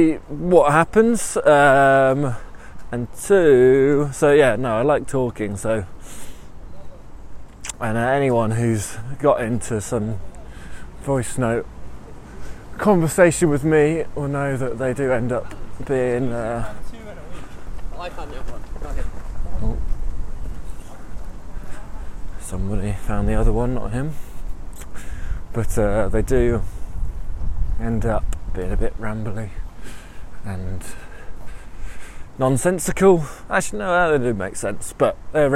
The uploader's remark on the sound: Every week for a year, I am going to head out on a walk, and I'll record the nonsense from that walk. The whole walk, the ambience, the thinking, the overthinking, the distractions, the tangents, the burps, will all be in there.